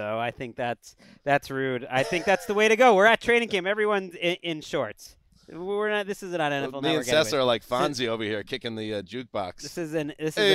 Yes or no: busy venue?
yes